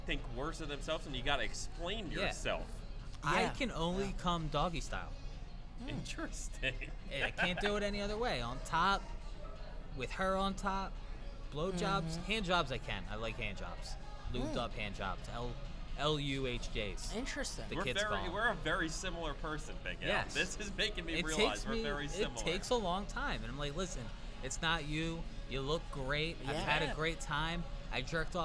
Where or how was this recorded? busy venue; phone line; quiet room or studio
busy venue